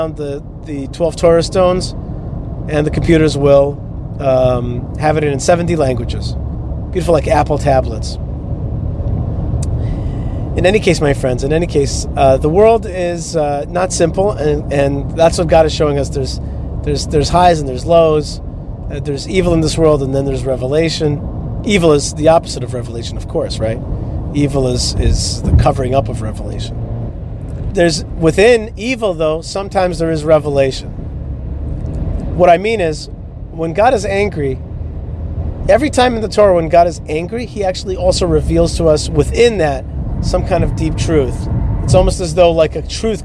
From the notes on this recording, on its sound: is driving down the highway in Florida